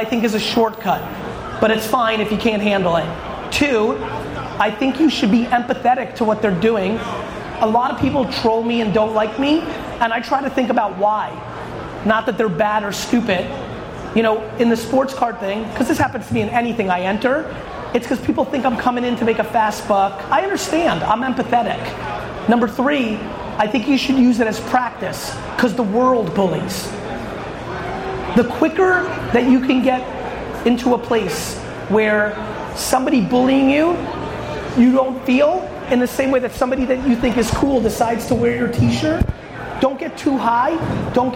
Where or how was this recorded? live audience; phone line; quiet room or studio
live audience